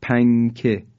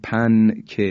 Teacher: هیچ موقع نمیگیم پن که، نونشو تلفظ نمی کنیم، در حقیقت اخفا می کنیم · Shown in: first take